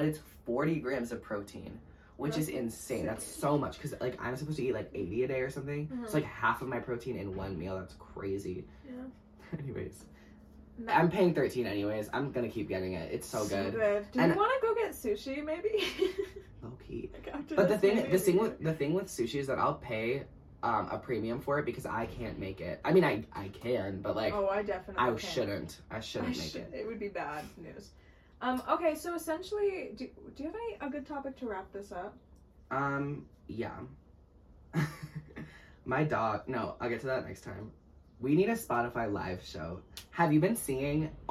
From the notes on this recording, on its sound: another round of high quality conversation and low quality audio